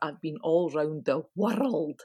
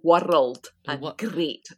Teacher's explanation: although they may tend to lose their Scottish accent, it's still the rolling R